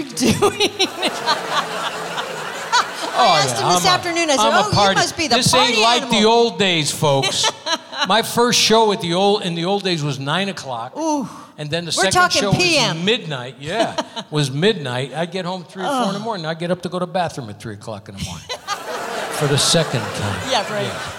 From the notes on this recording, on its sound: Live at the SouthPoint Casino.